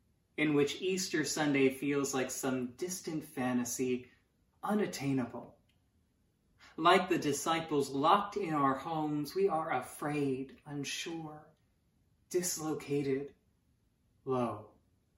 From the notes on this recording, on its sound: Sermons from Old South Church in Boston